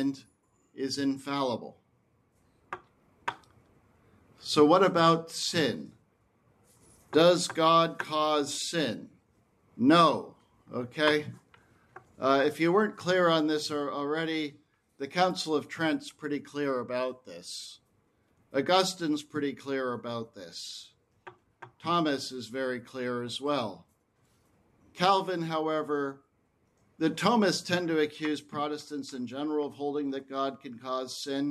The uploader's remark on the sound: This lecture was given on June 2, 2023, at the 12th Annual Aquinas Philosophy Workshop at Mount Saint Mary College in Newburgh, NY